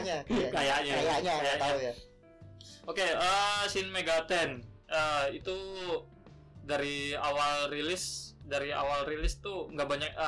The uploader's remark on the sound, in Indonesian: HARAP MENDENGARKAN PODCAST INI TANPA MENGGUNAKAN EARPHONE ATAU SEJENIS KARENA SUARANYA CLIPPING MAMPUS.